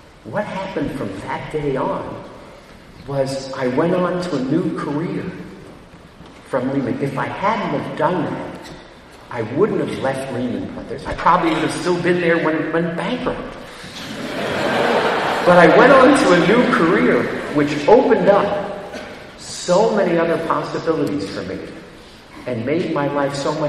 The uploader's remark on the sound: At an event of the China Entrepreneurs Forum before an audience of 1,200 at Harvard University.